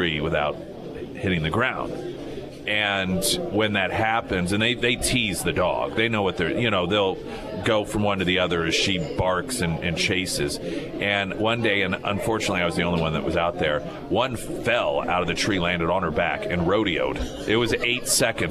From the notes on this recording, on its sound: live at Scramblers Diner